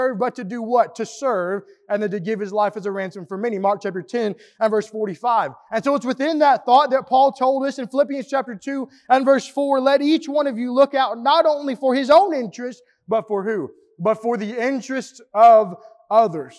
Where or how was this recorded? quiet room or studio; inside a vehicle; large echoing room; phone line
large echoing room